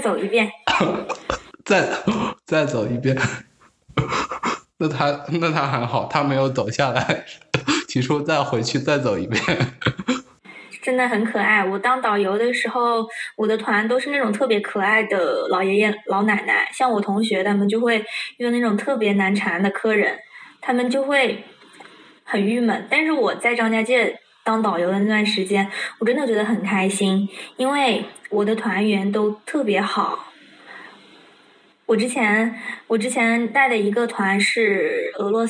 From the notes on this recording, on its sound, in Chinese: 我们通过Zoom进行了一番愉快友好的聊天